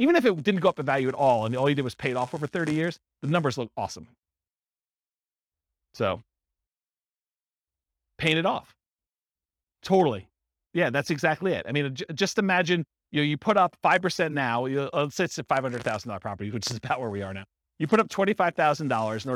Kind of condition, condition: setting, live audience